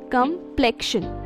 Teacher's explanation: the stress is on the second syllable and the O in the first is pronounced like a A in the China.